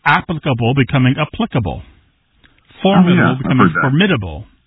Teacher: words that have previously been stressed on the first syllable are becoming stressed on the second syllable